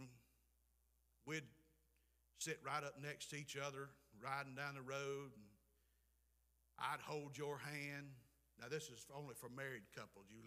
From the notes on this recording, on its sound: Preached at Clifton Baptist, Forest Ms.